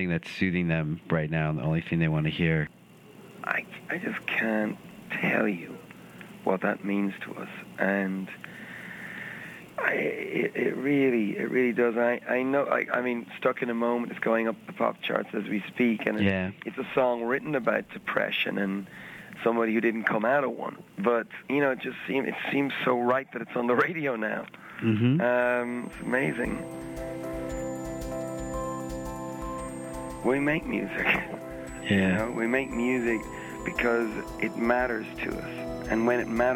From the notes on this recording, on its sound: By phone // Minidisc recorder.